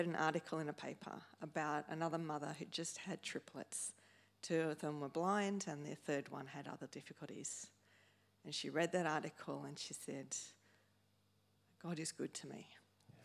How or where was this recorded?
large echoing room